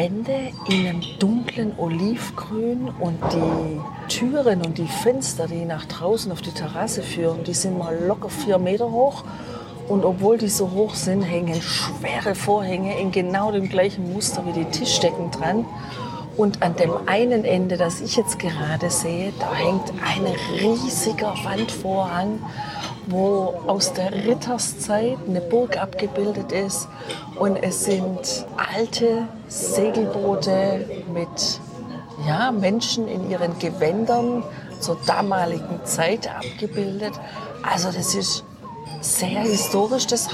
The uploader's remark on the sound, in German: Der Parador in Tordesillas. Das Restaurant beschreiben wir live zwischen Churros und Manchego.